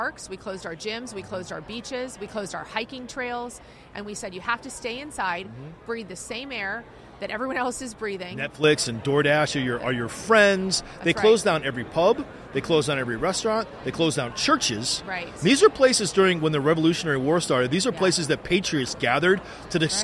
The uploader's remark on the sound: The Unity Project What’s UP? Podcast at AmFest.